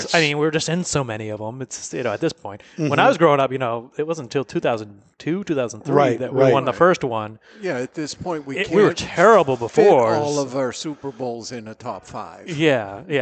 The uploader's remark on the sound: broadcast live on location from Studio 21 Podcast Cafe high above Two Guys Smoke Shop in Salem, New Hampshire